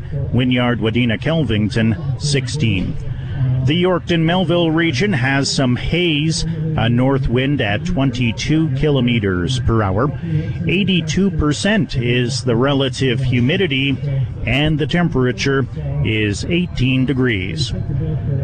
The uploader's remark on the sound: Live from Ag in Motion